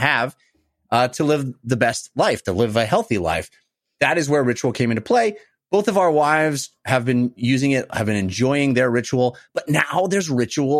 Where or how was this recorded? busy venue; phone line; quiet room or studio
quiet room or studio